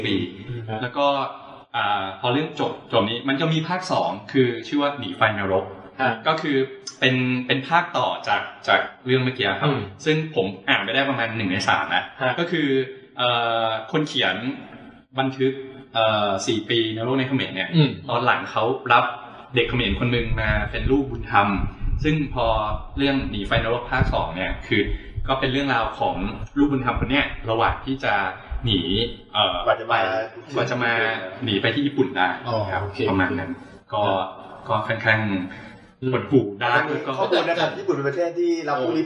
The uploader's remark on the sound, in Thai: EP นี้อัดเสียงไม่ค่อยดีเท่าไหร่นะฮะ พอดีเครื่องอัดแบตหมดกลางคัน เลยได้แต่ใช้ไฟล์ที่ดูดจาก Live video